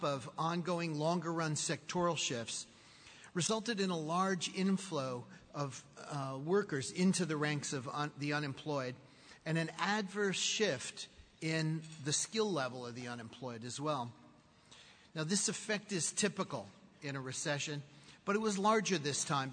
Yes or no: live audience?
yes